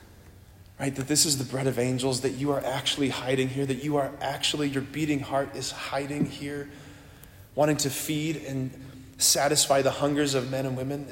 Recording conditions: large echoing room